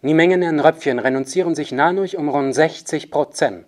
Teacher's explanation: In einem ersten Schritt sollen die Dentalokklusive T, T und D, D zugunsten des Nasals N ersetzt werden.